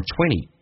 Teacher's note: 20这个单词在口语化当中经常 NT 组合，那个 T 可以不发音，就可以发成 20.所以你要听能够听出来，因为有时候对听力会有刺激。